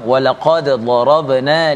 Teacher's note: kita jelaskan sifat qalqalah dal dan juga huruf dad ya kalau kita lihat huruf dal ini bila mati bila sukun kita perlu bacanya dengan qalqalah ada letupan pada huruf dal yang mati